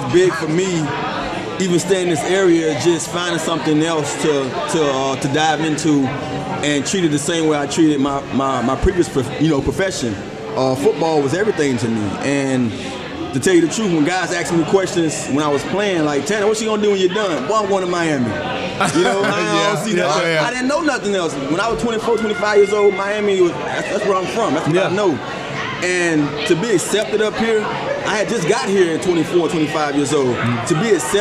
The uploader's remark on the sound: Live show at Matchbox in One Loudoun. The guys answer audience questions.